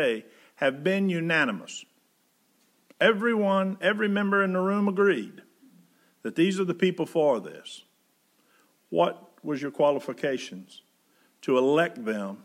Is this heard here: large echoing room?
yes